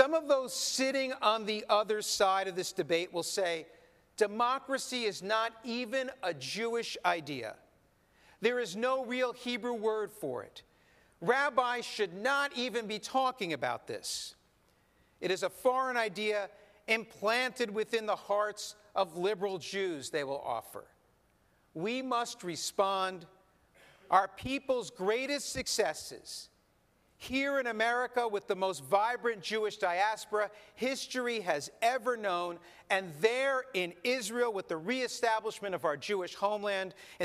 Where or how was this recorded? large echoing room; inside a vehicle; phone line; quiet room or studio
large echoing room